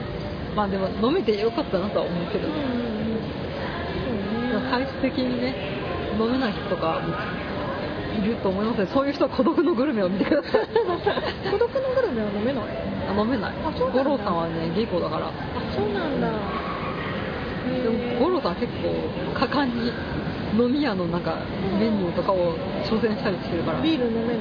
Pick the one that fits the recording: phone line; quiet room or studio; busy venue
busy venue